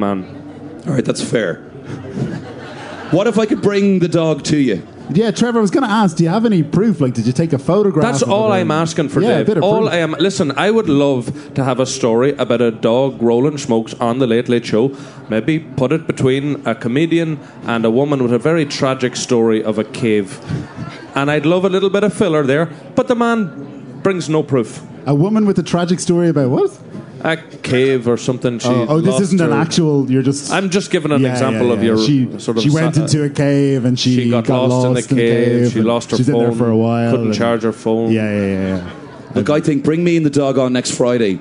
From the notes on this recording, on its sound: Live at Electric Picnic. Live from the 'Ah, Hear!' stage at Electric Picnic 2018.